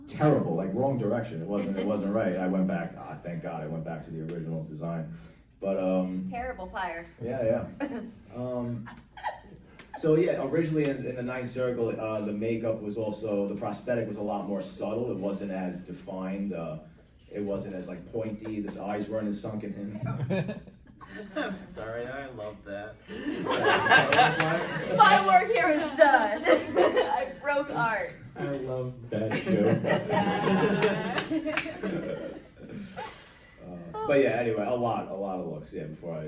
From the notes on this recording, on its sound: Recorded at Days of the Dead Chicago.